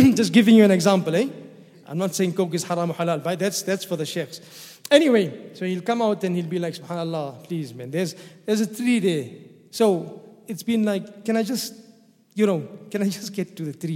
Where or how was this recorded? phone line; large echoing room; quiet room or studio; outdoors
large echoing room